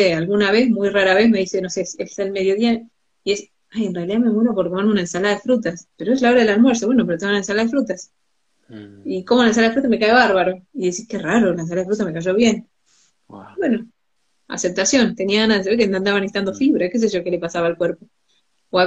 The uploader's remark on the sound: Instagram live